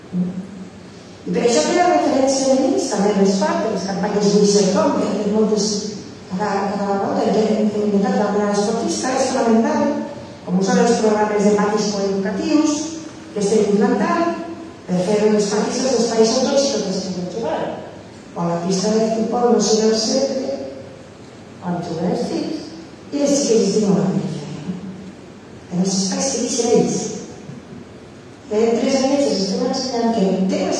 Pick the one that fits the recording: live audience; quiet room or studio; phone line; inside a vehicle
live audience